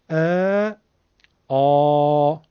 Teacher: این صدا که در حلق ایجاد می شود ما میگیم صدای مفخم، صدای تفخیم، یعنی صدای پرحجم